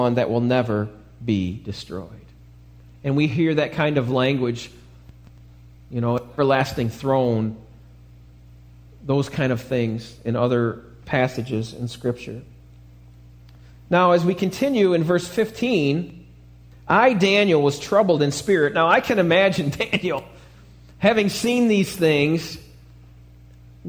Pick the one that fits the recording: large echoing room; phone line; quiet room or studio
large echoing room